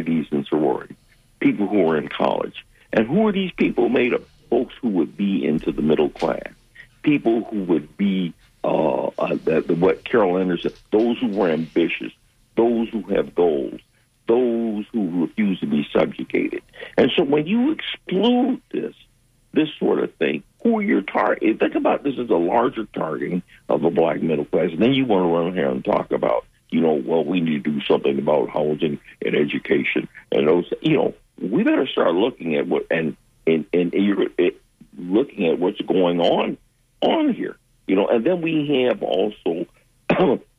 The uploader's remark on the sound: unique magazine format call-in show